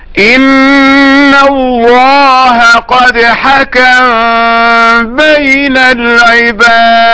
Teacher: قوله تعالى: إن الله قد حكم بين العباد، يقرأه السوسي هكذا: إن الله قد حكم بين العباد. إذن سكنت هذه الميم قبل الباء وأخفيت عند الباء · Term: تخفى